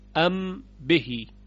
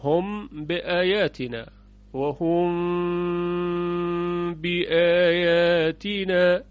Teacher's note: که غنه دو حرکتی داره، این رو بهش میگن اخفای کبیر یا اخفای شفوی